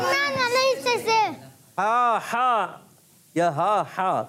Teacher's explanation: ہا ادا ہوتا ہے حلق کے درمیان والے حصے سے